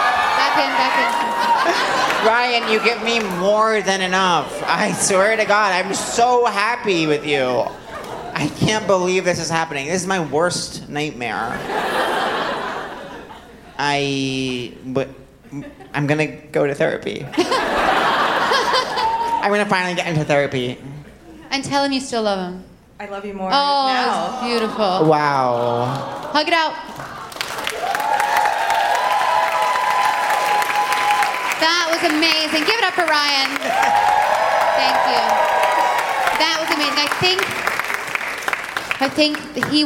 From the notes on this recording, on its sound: Answer more letters for help live on stage at The Bell House.